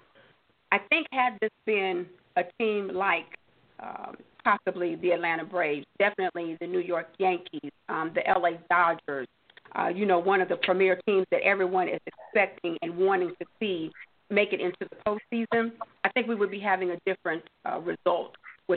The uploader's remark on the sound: your phone calls